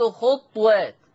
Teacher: لفظ خطوات لورش عن نافع بيسكن الطاء